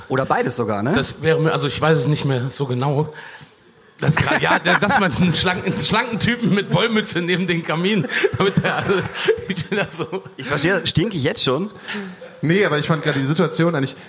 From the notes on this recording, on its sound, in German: Diese Folge ist/war Podcast und Livestream in einem Gelöt. Wir haben für euch die Live-Show vom 30 Oktober aufgezeichnet. Das ist jetzt von der Qualität leider so halbschön, aber dafür wird sehr oft und herzlich gelacht.